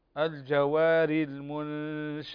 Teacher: الراءات المكسورة كلها مرققة